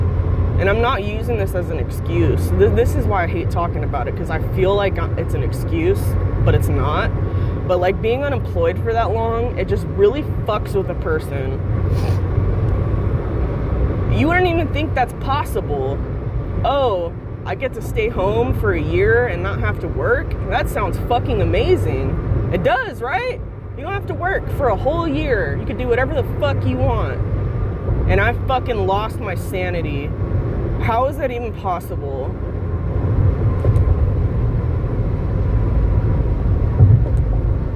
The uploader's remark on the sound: Driving home, crying.